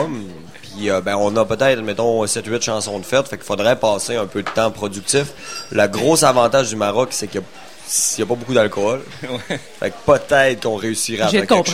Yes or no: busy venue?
yes